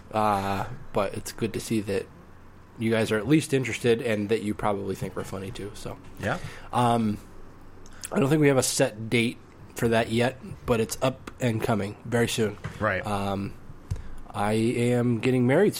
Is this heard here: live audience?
no